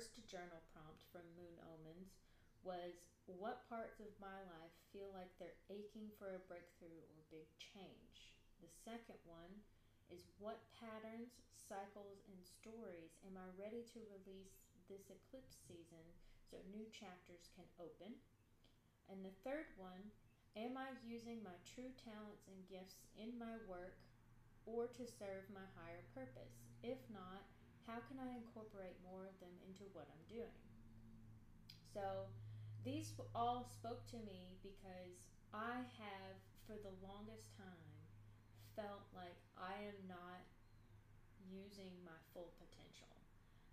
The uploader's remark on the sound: It’s essentially unedited, the sound is too low.